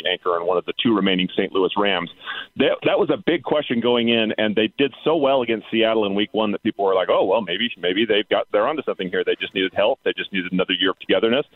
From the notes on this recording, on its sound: Call in from Rome ahead of the Ryder Cup to give a golf update!